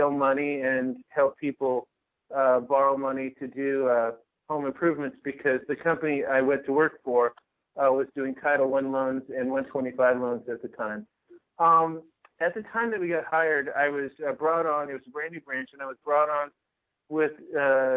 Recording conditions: phone line